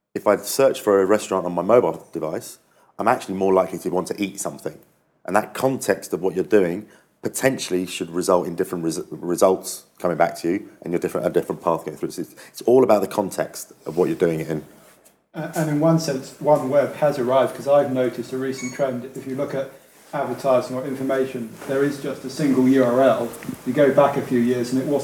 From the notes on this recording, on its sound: Our 'Question Time' event '361 Live' returns celebrating Internet Week Europe with a panel taking questions